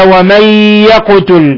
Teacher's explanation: قوله تعالى ومن يقتل نون ساكنة جاء بعدها الياء إضغام بغنة ثم لا يخفى قلقلة القاف لسكونها